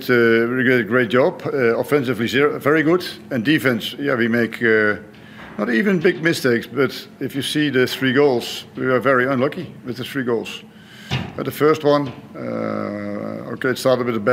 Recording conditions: busy venue